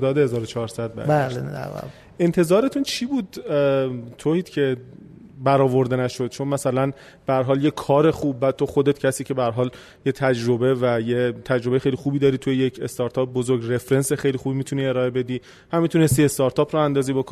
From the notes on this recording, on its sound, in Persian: این مصاحبه در پنجمین تولد پادکست و با حضور جمعی از همراهان عزیز ۱۰صبح ضبط شده است.